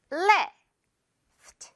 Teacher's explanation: 마지막에 FT. 굉장히 살짝만 들려야 한다는 게 오늘의 포인트입니다 · Term: 풍선 실꼬리